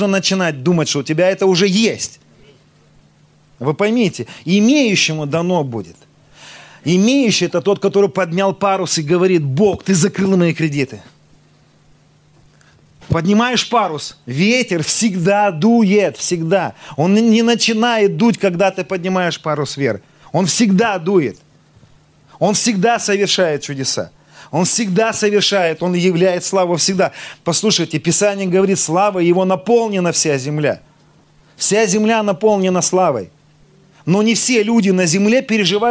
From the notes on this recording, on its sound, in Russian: Аудиозапись служения церкви «Слово Жизни»